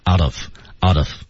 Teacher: out of 有连读，但是呢，我们在语速较快的时候，连读的时候 T 还被浊化了